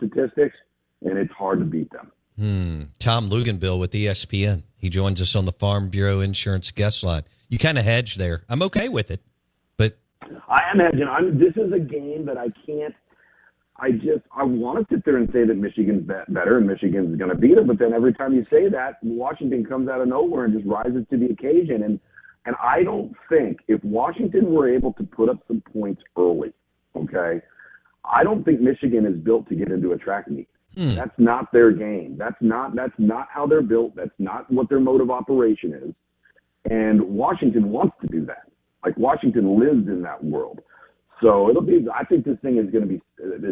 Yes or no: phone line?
yes